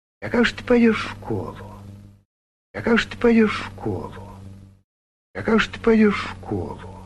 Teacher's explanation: Интонационная конструкция номер 5 – это взлет, а за ним падение. То есть два фокуса интонационных.